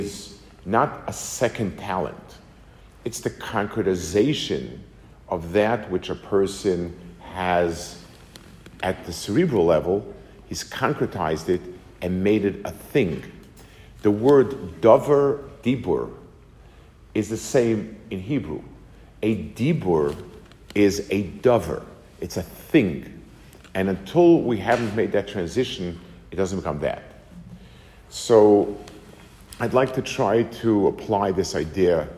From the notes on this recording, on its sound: Delivered to the Kollel in Atlanta, GA